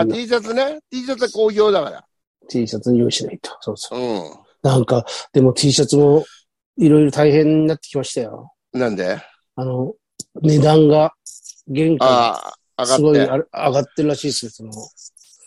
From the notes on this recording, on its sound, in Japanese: ZOOMで収録